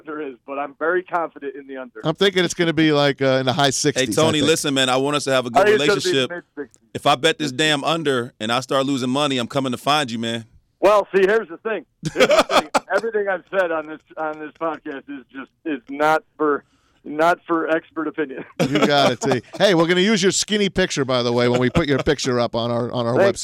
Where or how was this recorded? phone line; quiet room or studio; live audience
phone line